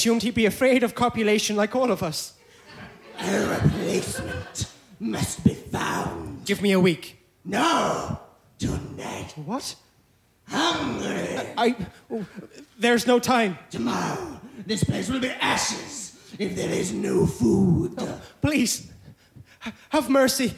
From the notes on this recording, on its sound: Recorded live at BATS theatre, Wellington, New Zealand.